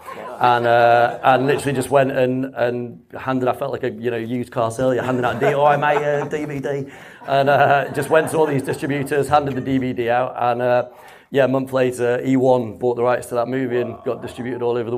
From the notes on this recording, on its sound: LIVE from London Independent Film Festival. This week we are LIVE (well it was recorded LIVE) at Genesis Cinema at the Make Your Film event from the London Independent Film Festival. They squeeze onto the stage.